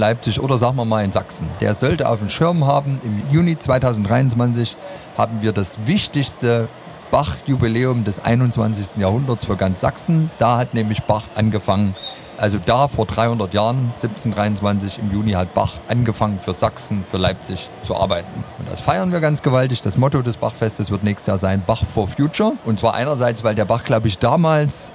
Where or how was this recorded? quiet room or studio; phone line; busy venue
busy venue